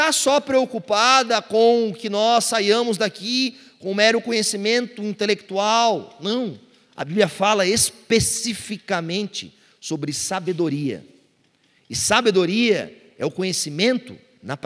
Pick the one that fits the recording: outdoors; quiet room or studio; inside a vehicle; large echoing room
large echoing room